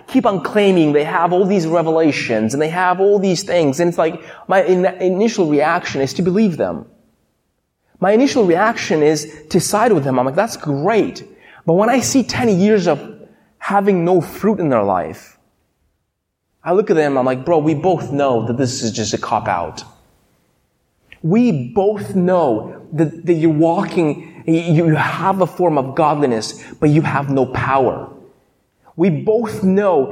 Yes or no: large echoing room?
yes